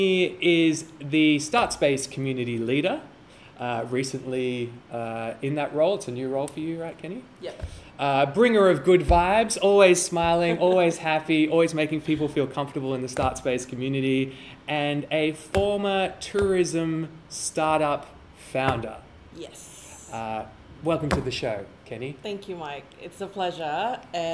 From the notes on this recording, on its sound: this very episode was recorded, edited and produced on location but, full disclosure, not in the spiffy dedicated podcasting facility, hence the low-level bg noise